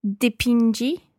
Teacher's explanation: You go back to the j sound of the infinitive.